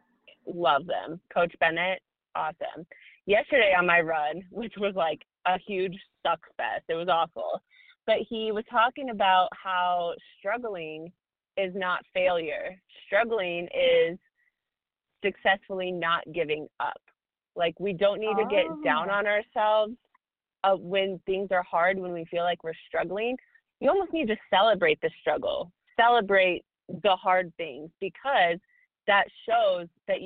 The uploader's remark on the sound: We are still trying to perfect the audio because this is literally a typical phone call between us.